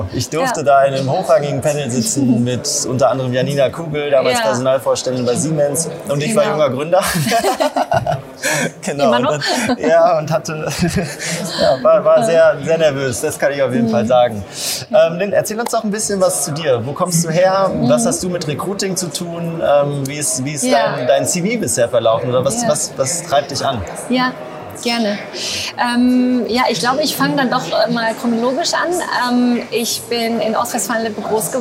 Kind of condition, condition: setting, busy venue